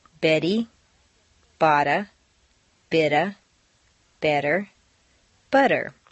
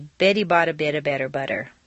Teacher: In the sentence, Betty bought a bit of better butter, all of the T's are in weak positions, so they all sound like soft D's